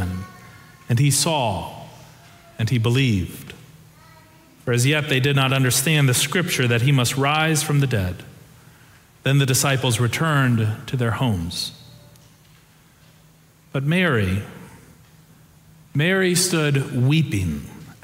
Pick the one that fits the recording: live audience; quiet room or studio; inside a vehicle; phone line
live audience